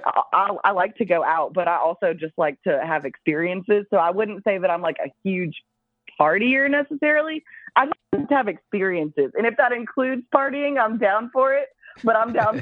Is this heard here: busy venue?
no